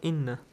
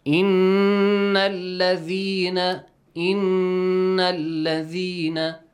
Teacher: a noon mushaddad must produce Nasal sound. A ghunna sound.